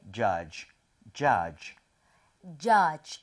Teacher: D 사운드를 약하게 해서요, judge. 그리고 마지막에 입 모양이 하고 모여야 됩니다.